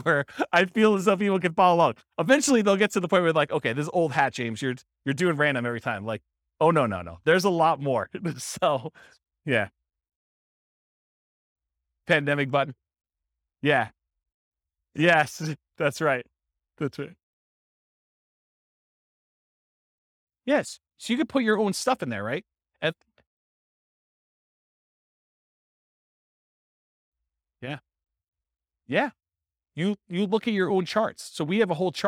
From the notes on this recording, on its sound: This was a live class recorded